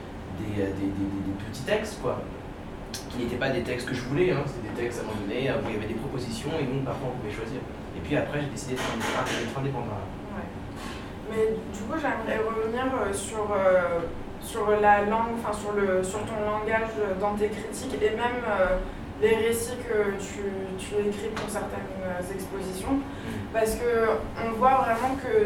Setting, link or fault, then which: setting, busy venue